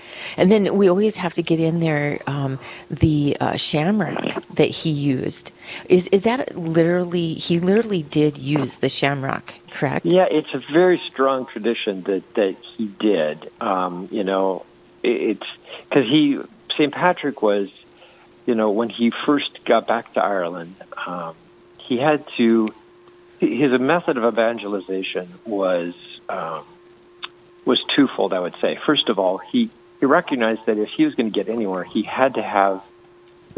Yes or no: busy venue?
no